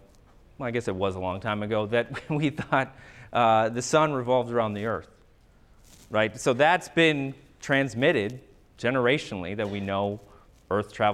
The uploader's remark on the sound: MSSA Annual Conference Lecture. On this episode you’ll hear a recording of a lecture. The audio begins with the title slide that has three separate writings continuously scrolling across the screen.